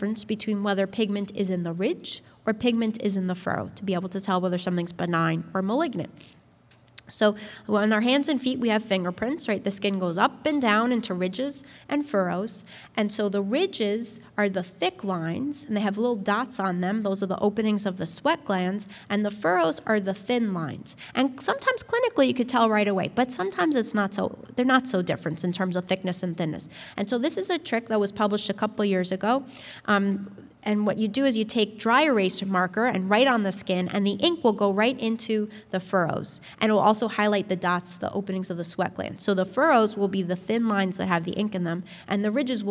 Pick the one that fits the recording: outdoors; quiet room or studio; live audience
live audience